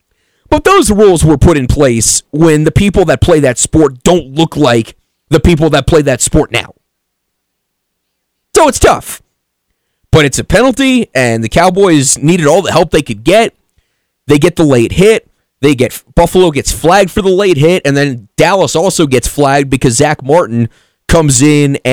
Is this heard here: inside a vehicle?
no